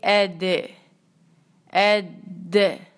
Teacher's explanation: ادنا جو ہے اس میں آپ نے الف کو ملایا دال کے ساتھ، دال پہ کلکلا کریں گے، آواز کو پلٹائیں گے